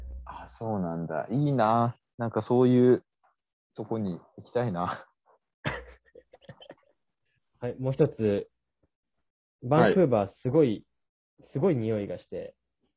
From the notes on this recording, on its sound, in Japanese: お互い新天地にてお送りしております。太平洋を挟んでおりますので多少のラグ、音声の不備ご了承くださいませ。